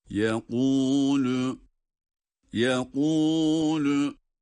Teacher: Yani yekulu şeklinde kalın bir ses değil. Kaf harfi kalındır. Onunla okunan ötre, lam ile okunan ötre sesine göre daha kalındır. · Term: Kaf kalın